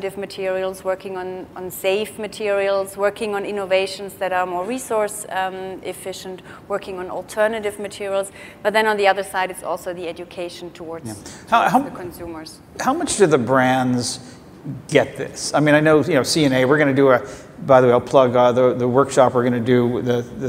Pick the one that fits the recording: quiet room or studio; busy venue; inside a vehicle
busy venue